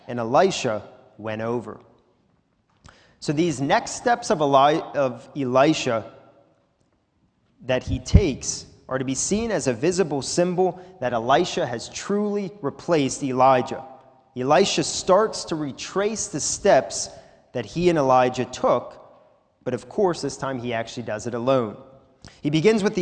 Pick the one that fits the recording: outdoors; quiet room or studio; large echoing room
large echoing room